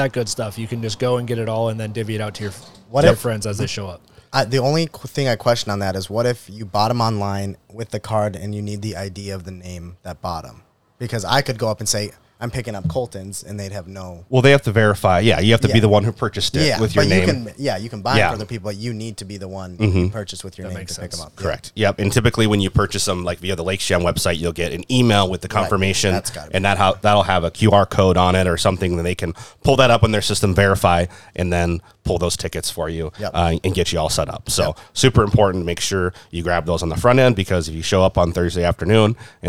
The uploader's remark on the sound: Live at Lakes Jam